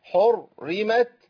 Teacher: لو انا قلت بقى حرمت يبقى انا فخمت الراء الاولى